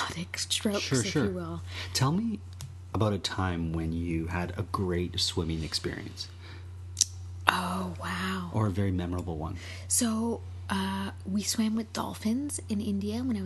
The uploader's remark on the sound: The subtle sounds of background noise and the clink, whoosh, grind of an espresso machine.